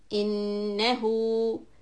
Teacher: Nun shadda, hold it two counts, and ha dhammahu with a little wow after it, or with a ulti pesh in your mushaf, which is two counts.